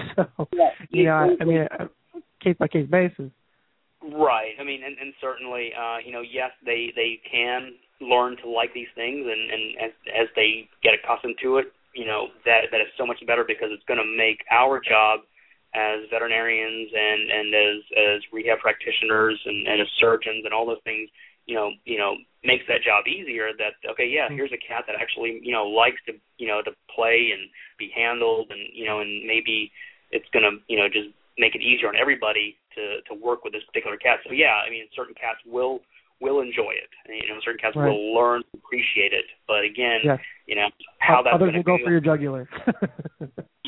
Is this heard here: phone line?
yes